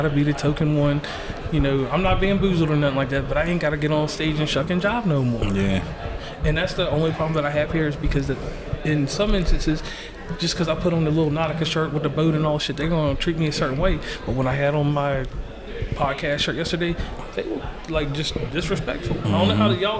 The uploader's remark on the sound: reported live at Podfest 2024 for the 10th anniversary in Orlando